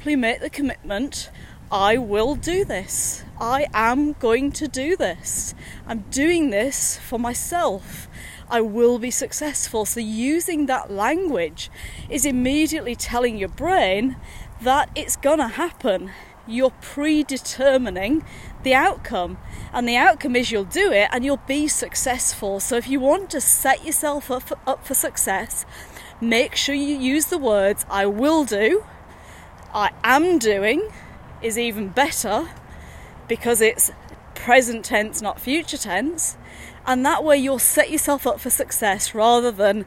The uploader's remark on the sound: series of short podcasts recorded during daily walks